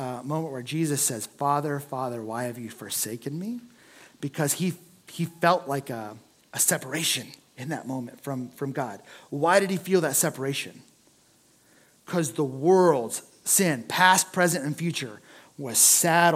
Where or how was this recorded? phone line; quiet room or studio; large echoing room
large echoing room